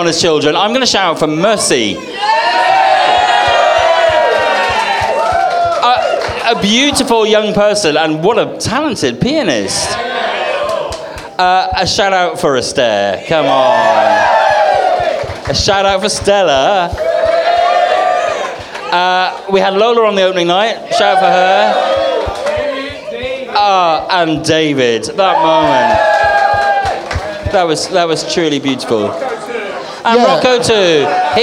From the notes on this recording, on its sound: Recorded at the RVT on 21 October 2023. Joined by special guests on the stage and with a live link up to New York and LA.